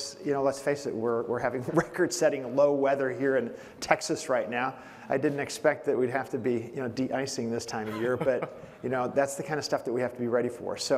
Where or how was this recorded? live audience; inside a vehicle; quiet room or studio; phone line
live audience